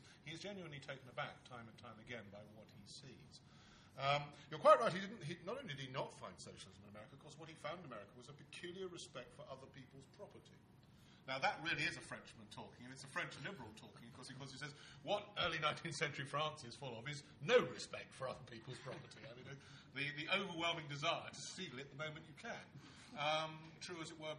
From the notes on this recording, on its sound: TNC/SAU Conference. Responds to the questions and comments of conference participants and audience members.